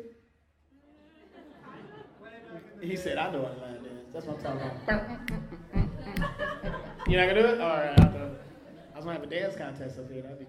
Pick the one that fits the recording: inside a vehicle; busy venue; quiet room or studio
busy venue